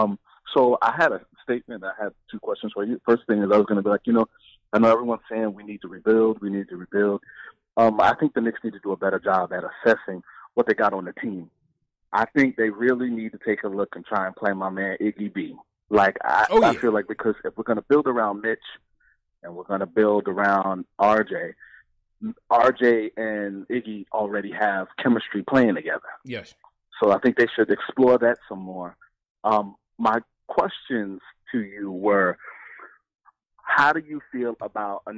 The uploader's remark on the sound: Take live phone calls from fans around the world.